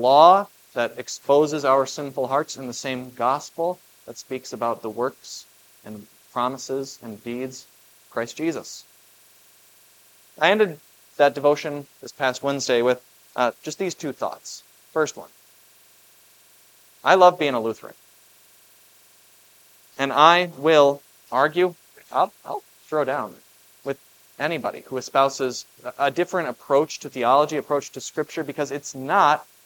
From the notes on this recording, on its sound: was preached at Grace of God Lutheran on October 15, 2023